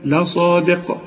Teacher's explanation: والصاد مفخمة، وبالذات إذا كان بعدها ألف تبقى أعلى درجات التفخيم